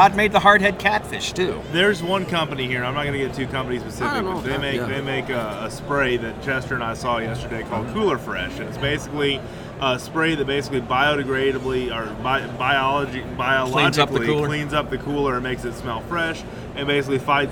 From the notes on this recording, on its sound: Live from the Houston Fishing Show. This podcast was recorded live at the fishing show in the middle of the action.